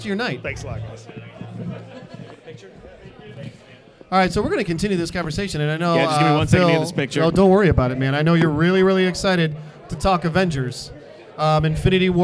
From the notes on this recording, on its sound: The second part of our live appearance from Carol and John's Comic Shop in Cleveland for FCBD 2018.